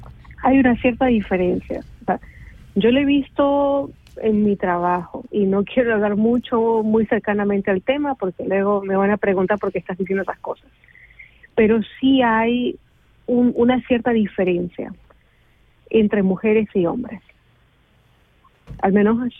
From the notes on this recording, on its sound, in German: In der Sendung kommen wichtige Akteurinnen des Frauenkampfes zu Wort, als Studiogast oder per Telefoninterview.